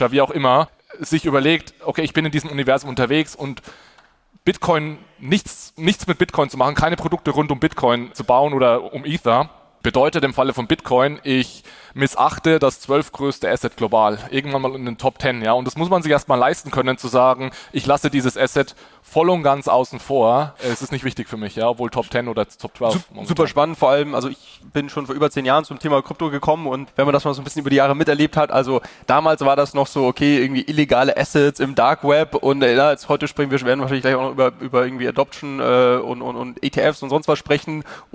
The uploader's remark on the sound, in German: Live Podcast auf dem FinTech Triple in Berlin. Handelt es sich um einen Live-Podcast, der auf dem FinTech Triple von Payment & Banking in Berlin entstanden ist. Auf der Bühne.